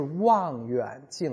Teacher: 因为“呜”这个音，就是缩口音“呜”，而不是咬着下嘴唇